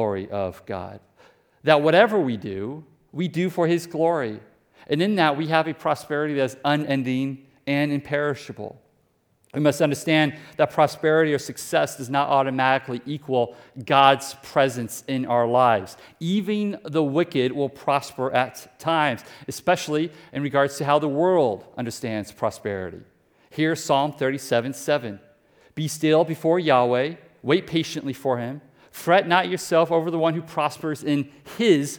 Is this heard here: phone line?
no